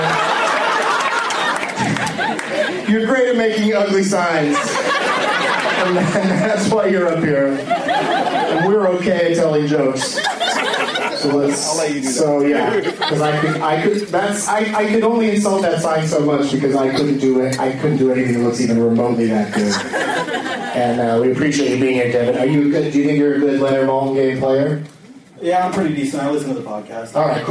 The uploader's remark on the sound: against audience members at the Punch Line in Sacramento